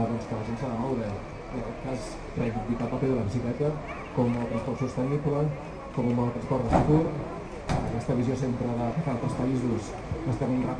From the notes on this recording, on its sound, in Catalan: Xerrada al Mercat de Pagès del dissabte 5/12/2020